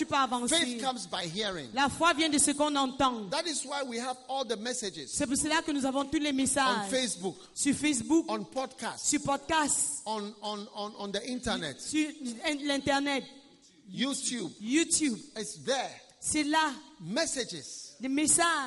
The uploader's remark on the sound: Preached at a Healing Jesus Campaign Pastors' Conference in Ebolowa, Cameroon.